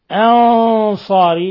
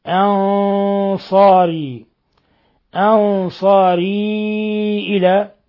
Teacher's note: قوله تعالى قال من أنصاري، نون ساكنة جاء بعدها الهمزة الحكم التجويد إظهار حلقي، أنصاري، نون ساكنة جاء بعد حرف الصاد الحكم التجويدي إخفاء حقيقي، ولاحظوا تفخيم الغنة لأن الصاد من حروف قص ضغط انقض، أنصاري، أنصاري إلى، مد منفصل يمد من 4 إلى 5 حركات.